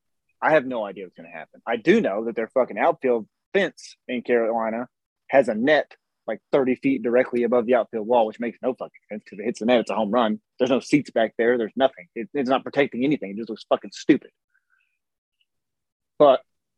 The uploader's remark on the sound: We apologize for the audio we had to use Zoom for this episode